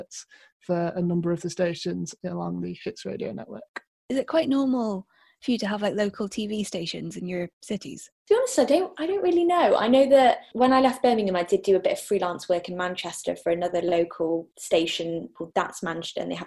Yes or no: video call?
yes